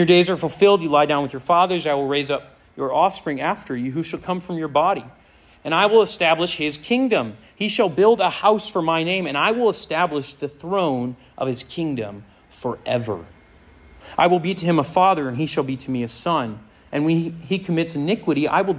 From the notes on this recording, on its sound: This sermon was preached to a Senior High audience